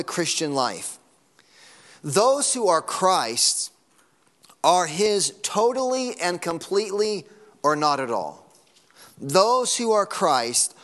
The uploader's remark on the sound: Sunday Morning Sermon Audio